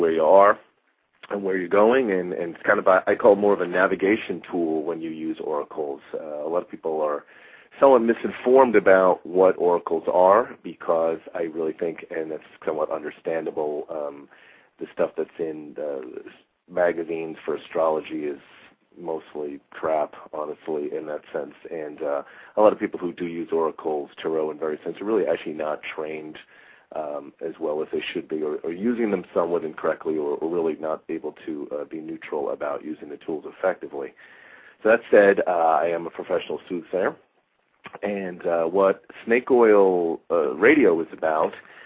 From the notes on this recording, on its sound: takes live calls halfway through the show